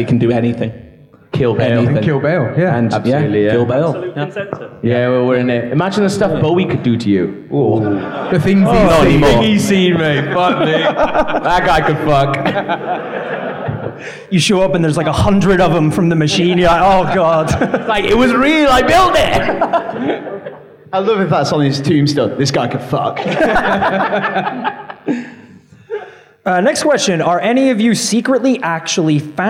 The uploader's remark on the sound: We celebrated this by holding a screening of The Prestige followed by a lovely live podcast in London.